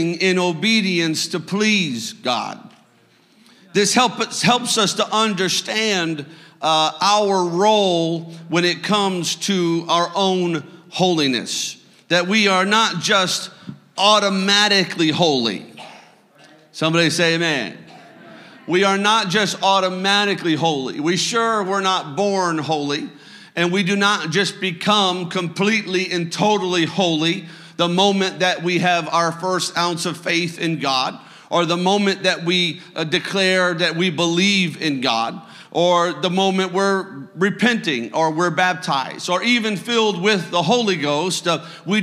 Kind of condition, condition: setting, large echoing room